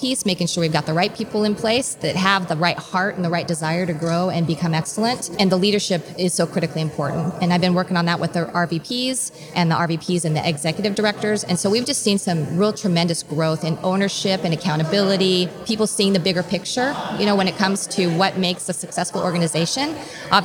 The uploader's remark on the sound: This episode was recorded at the NIC Spring Conference.